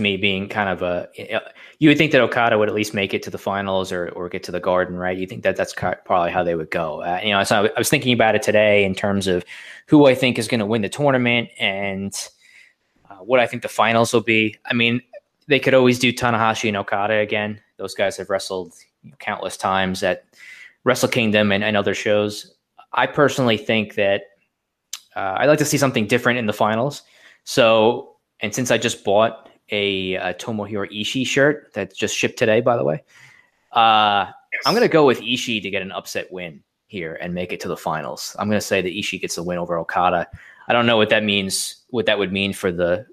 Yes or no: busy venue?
no